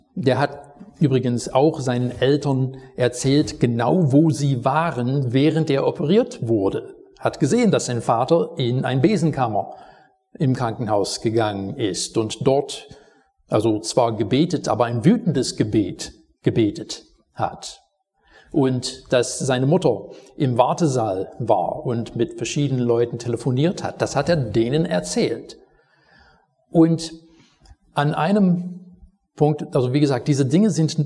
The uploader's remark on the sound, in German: Predigt aus dem Gottesdienst vom 21.